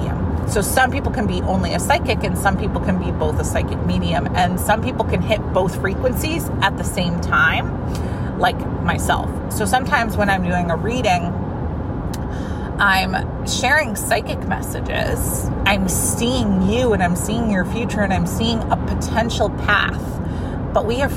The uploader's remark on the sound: This is a Fun-size Friday episode I recorded this week in my car because well the energy was right!